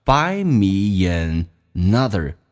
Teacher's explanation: me 跟 another 可以有一个连音，元音跟元音之间的连音，不是加我就是加也